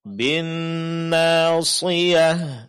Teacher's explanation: Huruf sad ditebalkan karena dia huruf isti'la